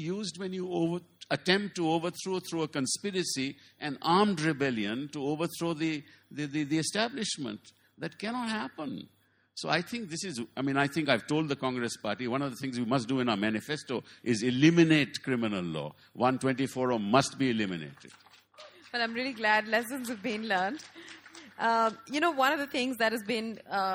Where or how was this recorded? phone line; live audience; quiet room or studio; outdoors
live audience